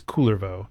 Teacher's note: in Finnish it is Kullervo, with a stress on the first syllable